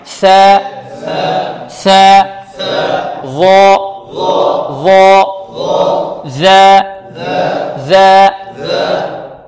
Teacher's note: الثاء والظاء والذال تخرج من مخرج واحد وهو طرف اللسان مع طرف الثنايا العليا